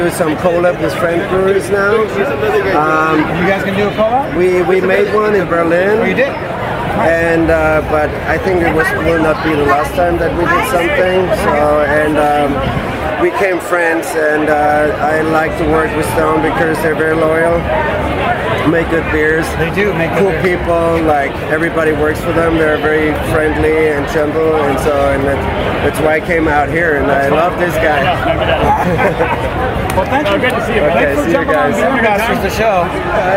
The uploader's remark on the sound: at the 22 Anniversary Celebration & Invitational Beer Festival